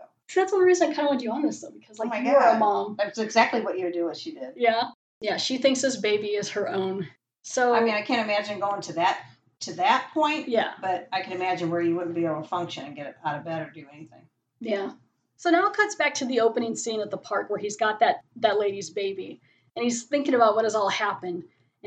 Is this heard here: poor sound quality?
yes